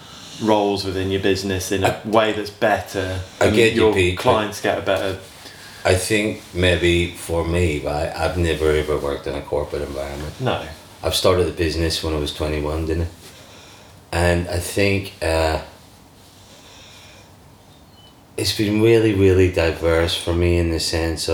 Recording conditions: sounds in the background